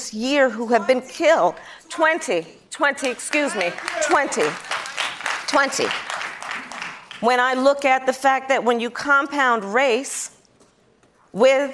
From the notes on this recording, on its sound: Live town hall. At The Novo in Los Angeles.